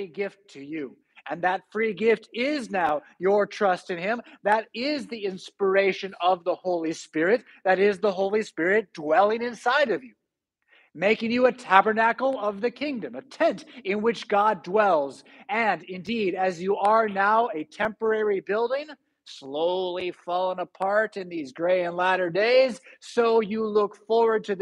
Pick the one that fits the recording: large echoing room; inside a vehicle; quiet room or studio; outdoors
large echoing room